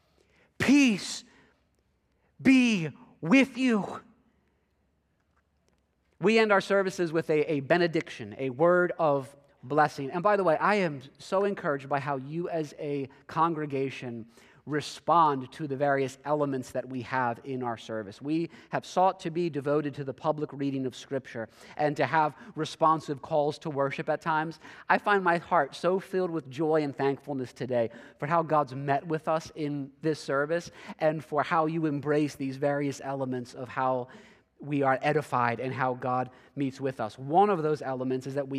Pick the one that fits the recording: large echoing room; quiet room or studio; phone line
large echoing room